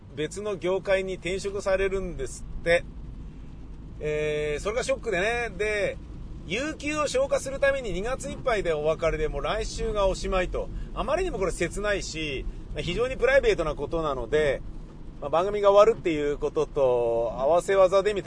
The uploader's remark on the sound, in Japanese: 雨だったので、車で放送局に向かい車で自宅へ戻りました。その道中で車の中でぶつぶつ喋っております。